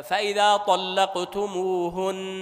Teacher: النون المشددة الموقوف عليها لا تعطى حقها من الغنة